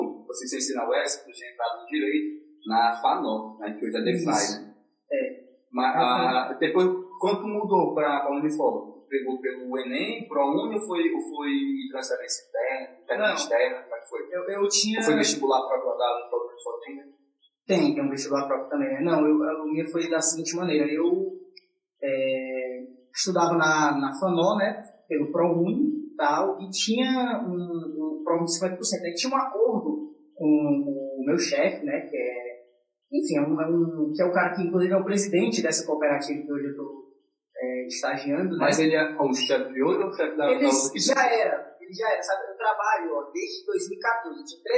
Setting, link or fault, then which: fault, background noise